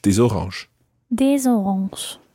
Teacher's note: you pronounce the S of des because it's followed by a vowel